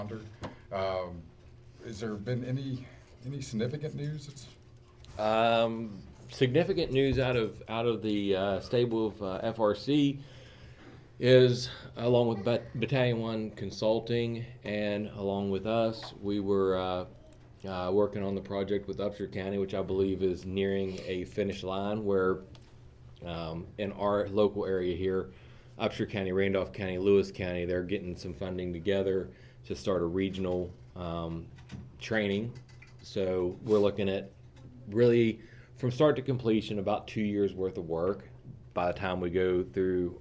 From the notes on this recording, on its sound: come to you live from the VFW in Westover